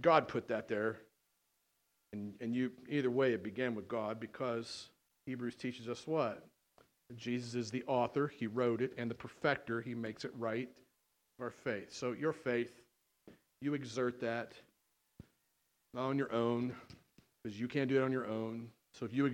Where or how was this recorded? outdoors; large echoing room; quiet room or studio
large echoing room